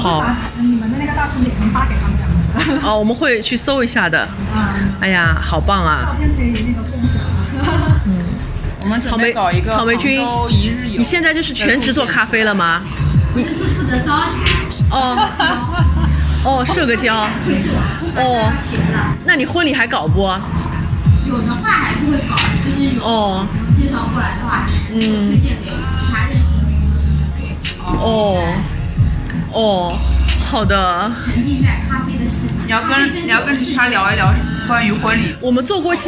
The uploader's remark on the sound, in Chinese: 来到杭州展开了一场为期一天半的“访友之旅”，也是主播们第一次尝试边走边录，在万物有灵皆美的大自然中，与花鸟鱼虫一同放声。去到开在春光明媚小区里的蕙心小吃店、CIRCLE咖啡店、五柳巷和胡雪岩故居。于民宿大堂早餐时间的录制。